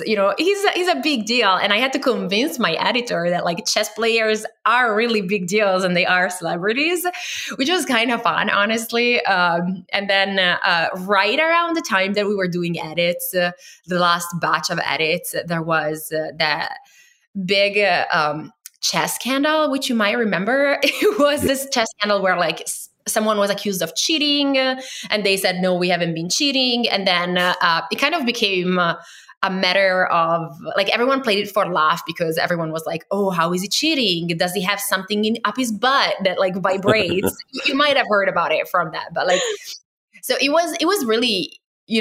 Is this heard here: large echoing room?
no